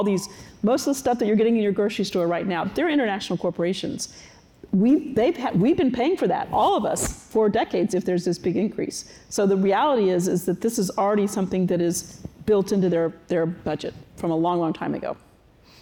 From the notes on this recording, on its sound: For this episode of the Crosscut Talks podcast, we listen in on a conversation from the Crosscut Ideas Festival.